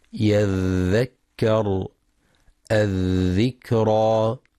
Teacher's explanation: ينتبه القارئ لرخاوة الذال، وهو جريان الصوت عند النطق بالحرف